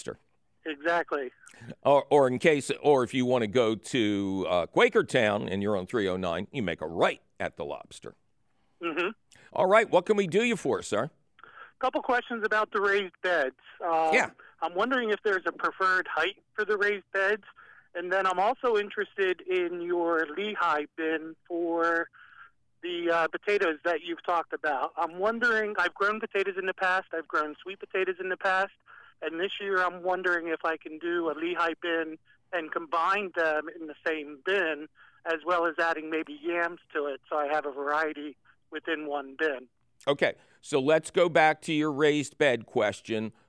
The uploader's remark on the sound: takes your fabulous phone call questions